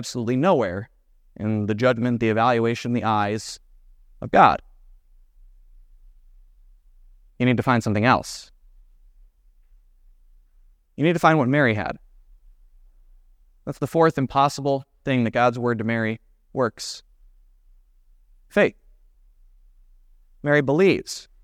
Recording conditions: large echoing room